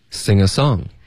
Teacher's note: 以 ing 结尾的动词后面接元音的话，我们都是用后鼻音连读